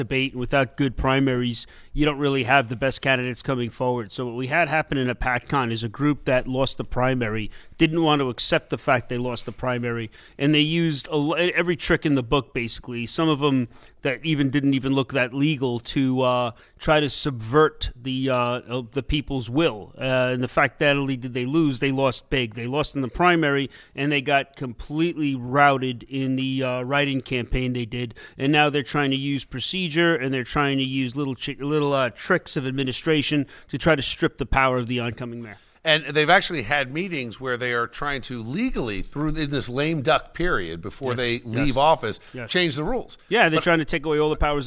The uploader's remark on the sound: we are LIVE from the Bridgewater Manor in Somerset County for the Women for Common Sense Holiday Luncheon